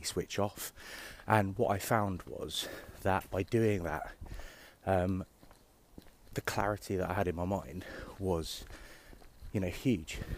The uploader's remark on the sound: Walk & Talk